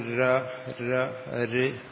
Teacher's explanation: അപ്പോൾ അതിനും എന്ന് പറഞ്ഞാൽ ആ ശബ്ദങ്ങൾ യാ വാ രാ എന്നൊക്കെ ഉച്ചരിക്കുമ്പോഴും ചെറിയൊരു നാക്കിൻ്റെ ഒരു സ്പർശം നടക്കുന്നുണ്ട്. താൻ ര ര ര, അവിടെ നാക്ക് ചെറുതായിട്ടും തൊടുന്നില്ലേ, നാക്കിനോട് ഒരു ചെറിയൊരു വൈബ്രേഷൻ പോലെ വരുന്നുണ്ട്. ഈശ സ്പർശനം അവിടെ സംഭവിക്കുന്നുണ്ട്.